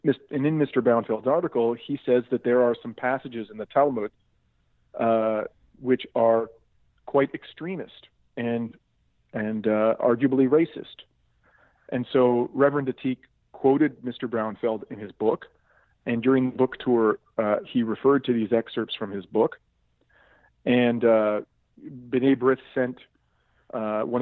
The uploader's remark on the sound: I had with me on the phone